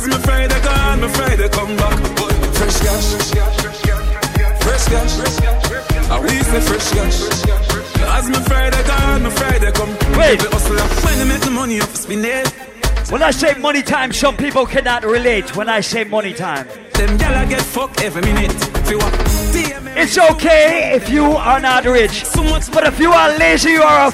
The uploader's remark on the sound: Live audio from Island Saturdays on Saturday, March 31.